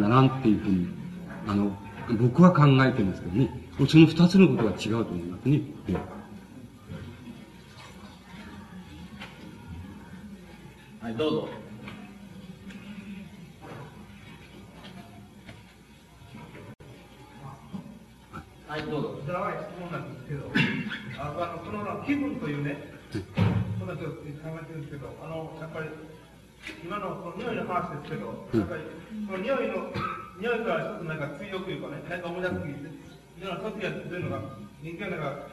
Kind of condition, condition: setting, large echoing room